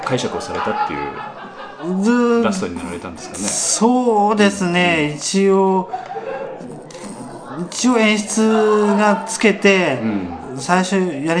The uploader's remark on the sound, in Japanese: 第32回公演「ミスター・ムーンライト」の客演の方々との飲み会時に収録させていただきました録音です。